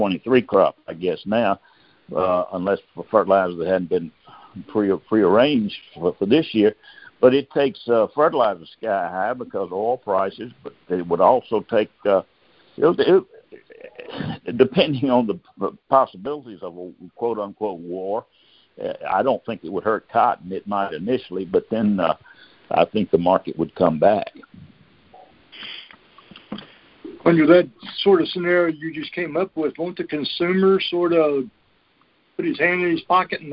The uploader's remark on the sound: Monthly Conference Call